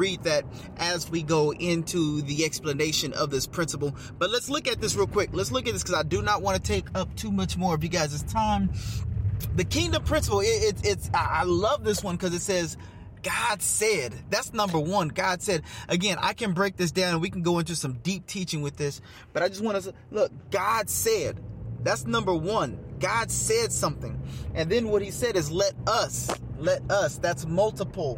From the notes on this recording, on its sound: Get in the car with me and let's take a ride